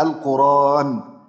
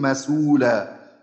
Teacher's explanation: فبنقول زي مثلا مثال ذلك، إن هذا القرآن، آن هذه همزة مفتوحة قبلها راء ساكنة قرآن، نقلنا حركة الهمزة إلى الساكن قبلها وأصبحت الهمزة بدون حركة فسقطت · Term: ننقل حركة الهمز